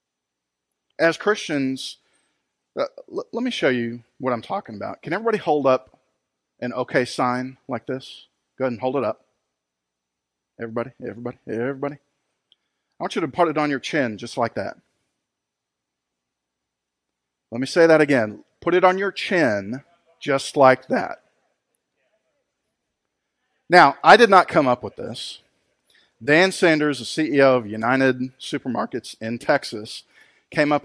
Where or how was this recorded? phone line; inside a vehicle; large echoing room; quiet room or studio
large echoing room